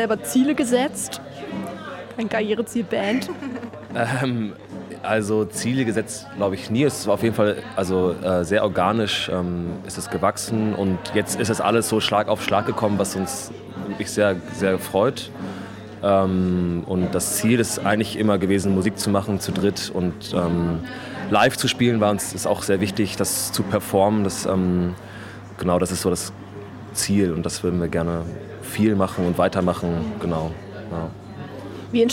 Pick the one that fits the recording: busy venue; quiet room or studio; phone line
busy venue